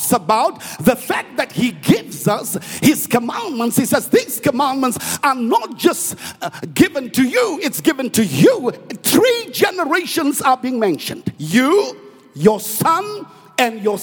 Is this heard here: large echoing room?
yes